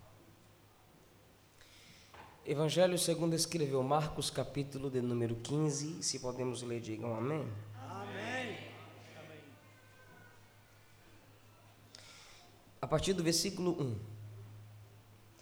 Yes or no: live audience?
yes